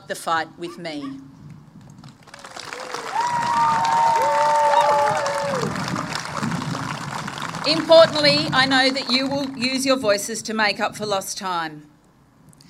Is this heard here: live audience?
yes